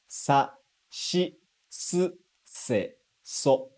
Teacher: Porque no japonês não existe esse som de si. Então a gente vai substituir esse som por shi